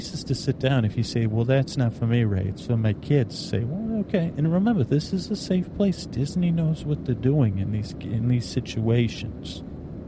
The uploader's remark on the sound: On a Plane | On Location.